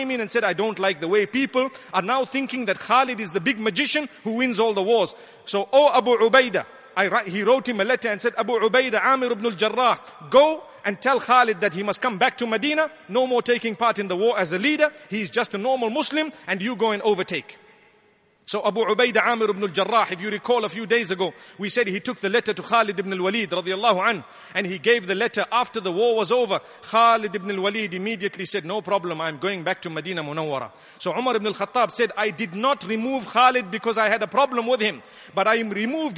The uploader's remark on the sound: Delivered at Tuanku Mizan Zainal Abidin Musjid